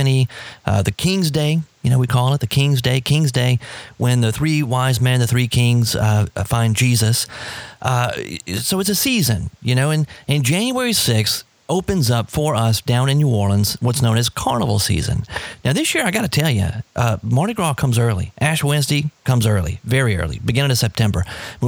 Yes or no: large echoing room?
no